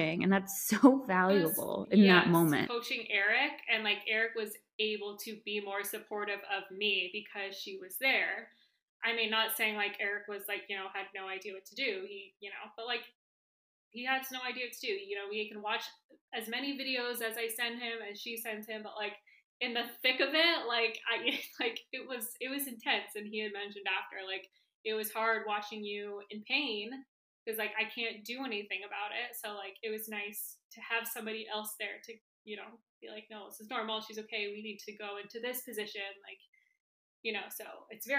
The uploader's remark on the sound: Apologies for audio issues, I am a one woman production and sometimes things go awry! Did my best to fix it up for you all.